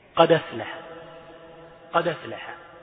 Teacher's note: بعض القراء ينقل الهمزة، ينقل الهمزة فيخففها، يخففها فينقلها إلى الدال فيحرك الدال